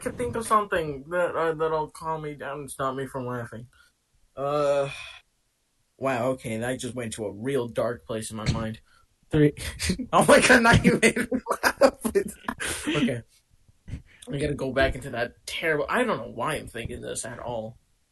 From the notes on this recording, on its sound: Sorry the audio wasn't the best.